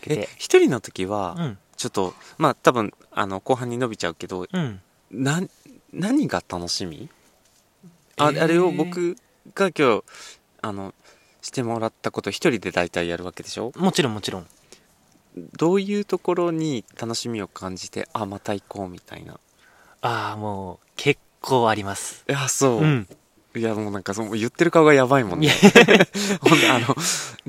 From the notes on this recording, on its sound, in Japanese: 今日は初のキャンプ収録